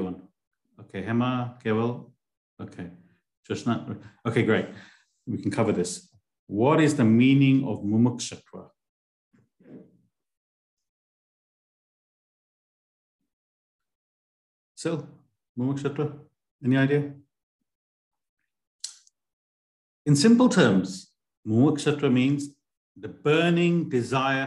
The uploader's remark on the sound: A live recording of a Bhagavad Gita class given virtually on the 11th of June 2023.